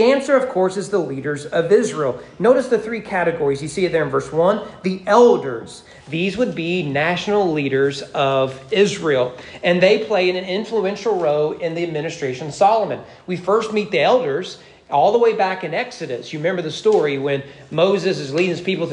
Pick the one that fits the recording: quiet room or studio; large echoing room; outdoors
large echoing room